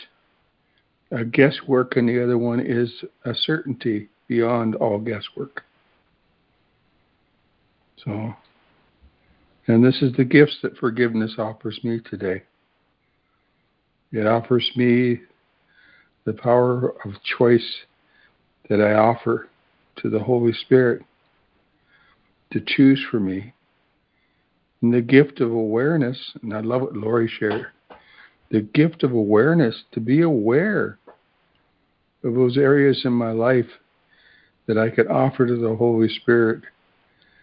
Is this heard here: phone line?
yes